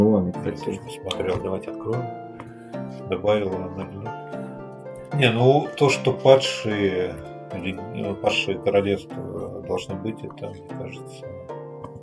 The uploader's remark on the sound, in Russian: Выпуск оффлайн получился сложным по звуку и впредь либо будут более классические выпуски, либо подход по микрофонам изменится.